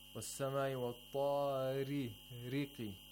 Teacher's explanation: We have the ta with tafkhim. With the highest level.